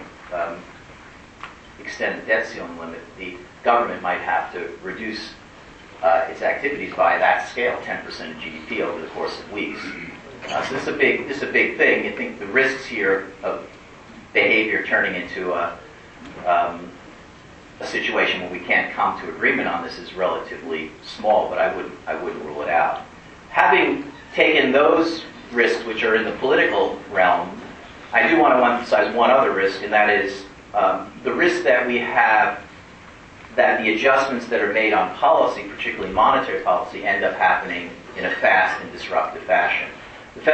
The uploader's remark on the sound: to a group of about 150 Binghamton University alumni at a gathering held at the New York Athletic Club in Manhattan, on March 3, 2011.